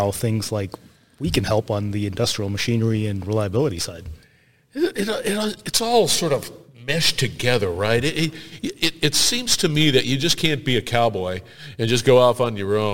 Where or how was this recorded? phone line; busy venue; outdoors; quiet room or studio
busy venue